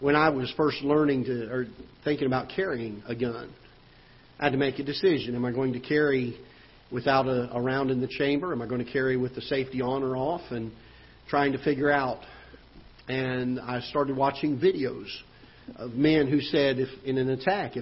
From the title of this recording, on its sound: Ketha Heights Baptist Church ~ Live Broadcast